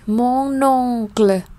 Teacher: chúng ta có nối qua nhá từ chữ n sang chữ o này